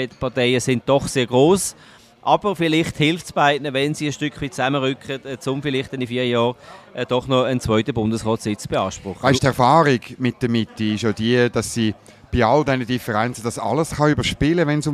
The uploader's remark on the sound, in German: Live aus der Bellevue-Bar